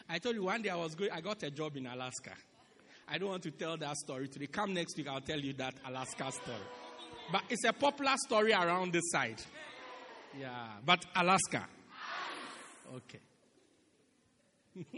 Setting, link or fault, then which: setting, large echoing room